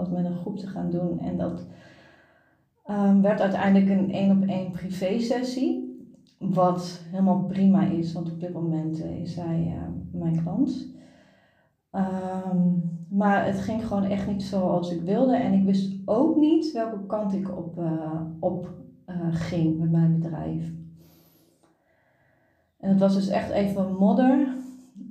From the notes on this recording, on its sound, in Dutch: Deze aflevering heb ik opgenomen vanuit ontspanning in bad.